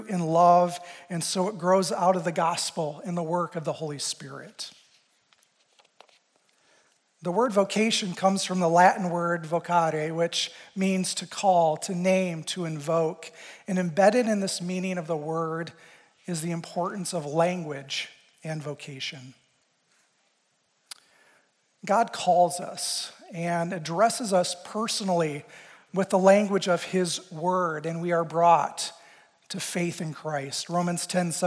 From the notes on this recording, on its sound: Recorded live at Cornerstone University’s Christ Chapel. A service of Cornerstone University, Grand Rapids, Michigan.